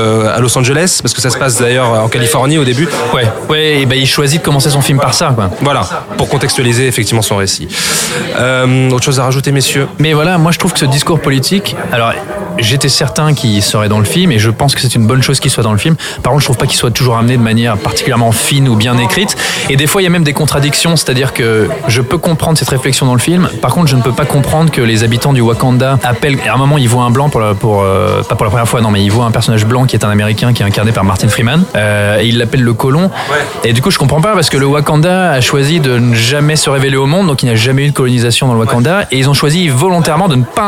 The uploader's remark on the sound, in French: Enregistré au Hurling Pub (8 Rue Descartes, 75005 Paris), le vendredi 09 février 2018.